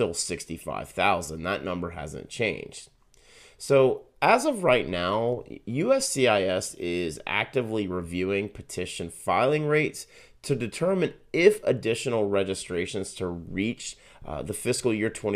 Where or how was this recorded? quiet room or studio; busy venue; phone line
quiet room or studio